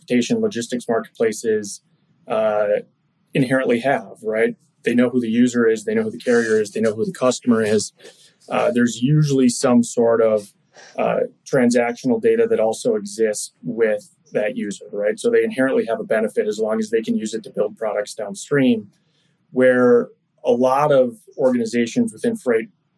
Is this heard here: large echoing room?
no